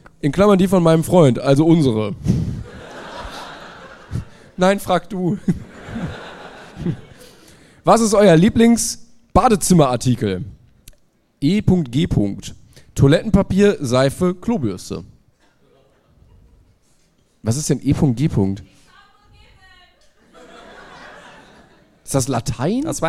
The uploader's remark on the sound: LIVE in Leipzig